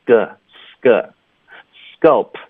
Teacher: 首先科的音我们会浊化成歌 sk sk sculpt 的坡呢，我们省略。那省略的方式